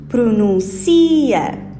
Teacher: no caso de pronuncia, a sílaba mais forte é o si · Term: palavra grave